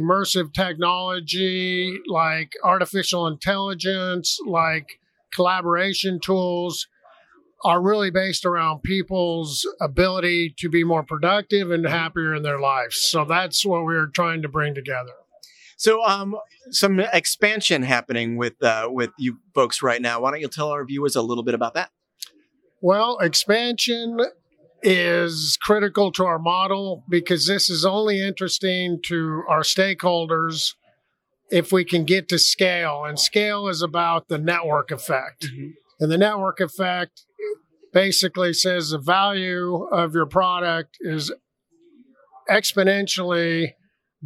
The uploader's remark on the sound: Live from Metro Connect 2020